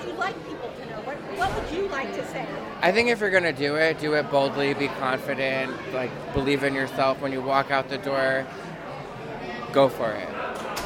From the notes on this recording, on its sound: Live From The Hotel Edison Times Square Chronicles Presents.